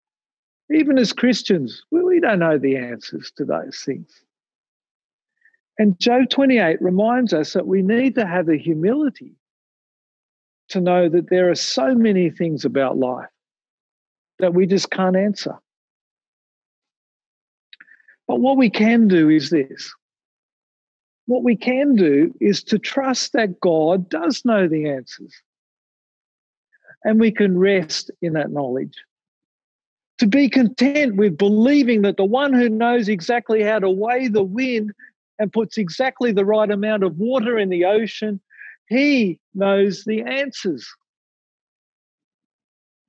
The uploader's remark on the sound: Recorded from Zoom.